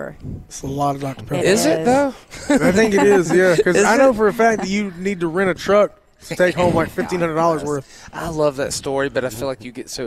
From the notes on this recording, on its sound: WE ARE LIVE FOR HOUR TWO AT THE BON SECOURS WELLNESS ARENA